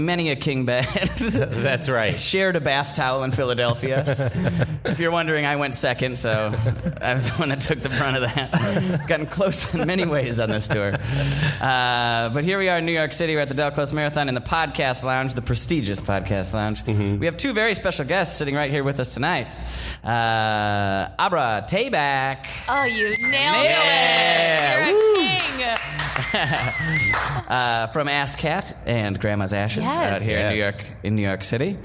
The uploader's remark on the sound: Recorded live at DCM 19 in New York. In NYC for the 19th annual Del Close Marathon recorded in conjunction with the UCB Podcast Network!